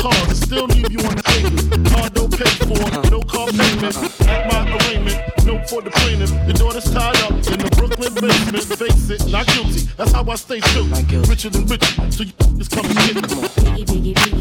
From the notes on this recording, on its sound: Live Recording of my set at my Wednesday Night residency, Bottled Blonde in Old Town Scottsdale. No pre-planned sets, just me, my music library, CDJs, and the #WCW (WeCrushWednesday) crowd.